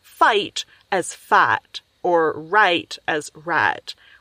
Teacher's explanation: So in the American South, these days, you have a certain amount of pronunciation of certain vowels like fight as fat or right as rat, where this thing that is an I sound becomes an ah